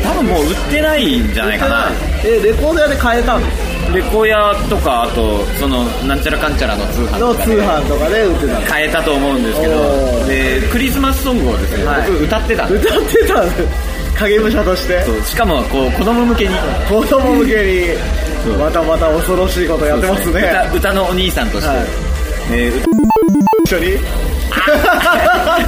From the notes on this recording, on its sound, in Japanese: 2009年最後の録音はクリスマス一色に染まる渋谷lounge neoでのライブ楽屋からお届け。